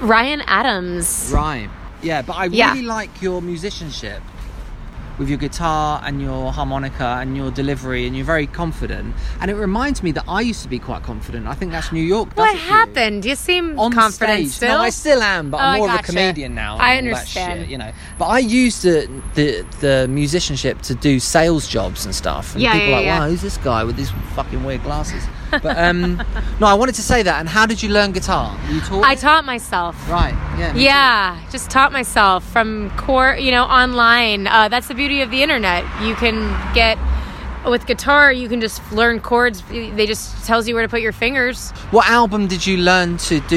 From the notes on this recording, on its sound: In a hurry and outside The Boogaloo in Highgate.